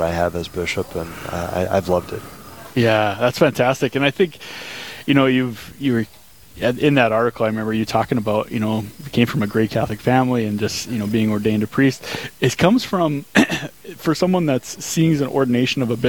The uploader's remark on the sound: Live from "Putt 4 a Purpose,".